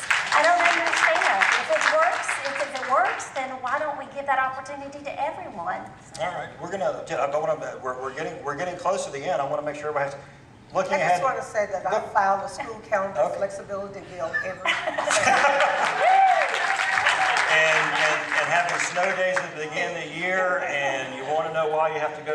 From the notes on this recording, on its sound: A panel of legislative, education and business leaders discuss before a live audience in Raleigh at the 2018 Eggs & Issues Breakfast.